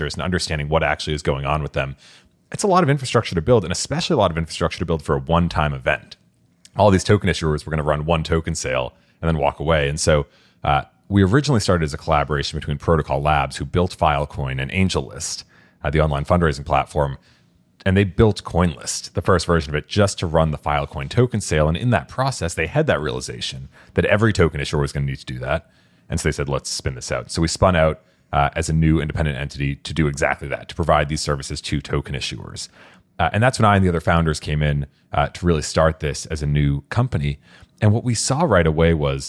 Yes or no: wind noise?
no